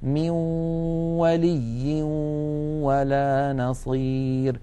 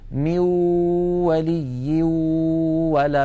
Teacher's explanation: عند الإدغام بغنة يخرج صوتان في آن واحد، واو من الشفتين في المثال الذي معنا، وغنة من الخيشوم · Shown in: first take · مجموع هذين الصوتين يشكل النون المدغمة في الواو.